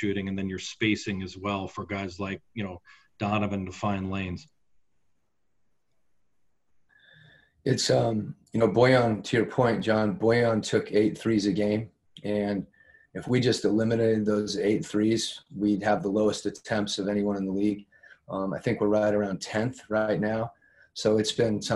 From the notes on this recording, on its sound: Talked to the media via Zoom conference before the Jazz took on the Miami Heat in their second exhibition game in Orlando, Florida.